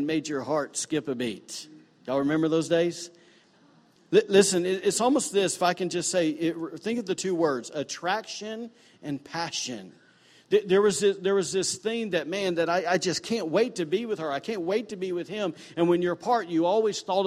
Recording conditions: large echoing room